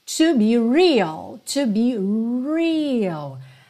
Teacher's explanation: Atenção que esse R tem que ser enrolado.